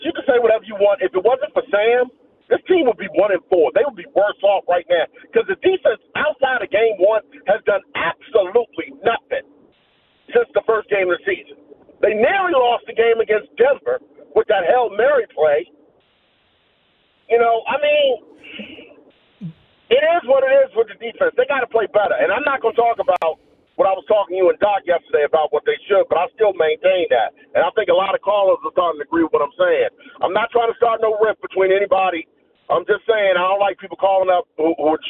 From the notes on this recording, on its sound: Back to the phone lines. Callers join the show.